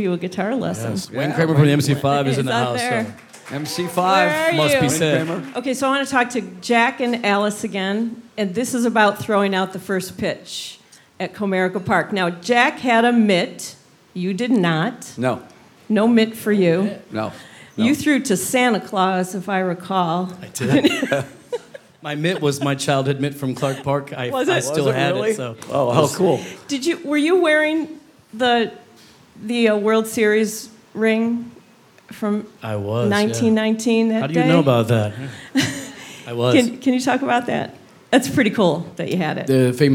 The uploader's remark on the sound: sat down in front of an audience